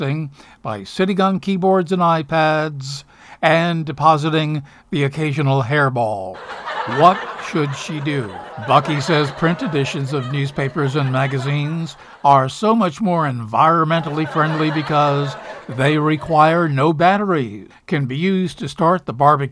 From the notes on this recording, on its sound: Live from the Stranded Theater in New York City.